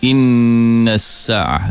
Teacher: nun bersabdu, dengung, dua harakat dan ke atas